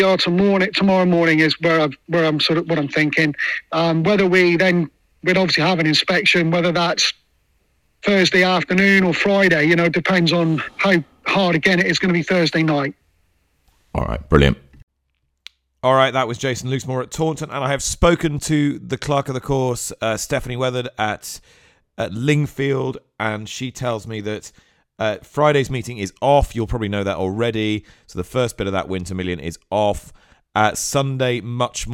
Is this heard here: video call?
no